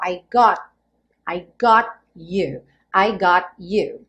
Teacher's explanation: Lembrando que as letrinhas em vermelho são as consoantes oclusivas, ou seja, cortam o som. Então o T viria cortando o som do O.